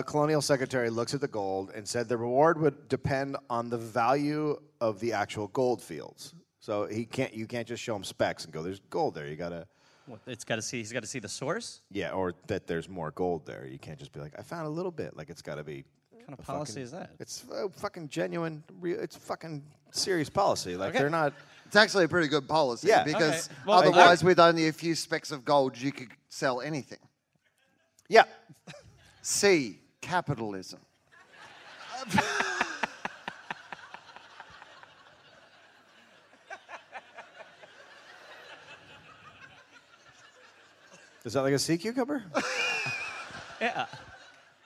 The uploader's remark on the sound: Live in Melbourne